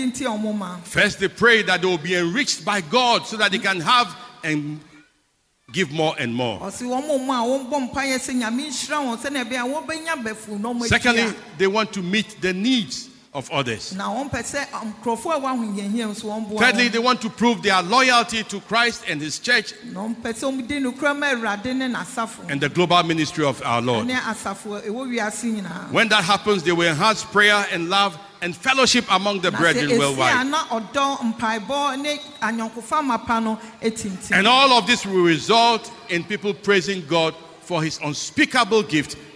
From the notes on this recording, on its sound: Sermon preached at CBC Shiashie Campus